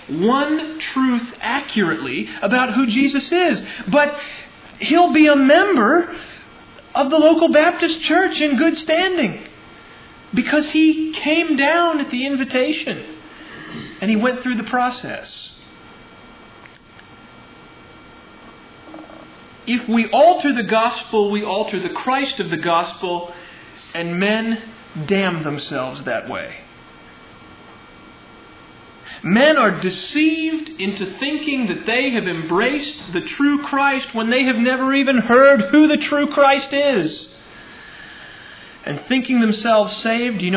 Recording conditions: large echoing room